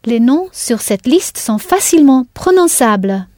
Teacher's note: you're being careful about placing the stress at the ends of the words now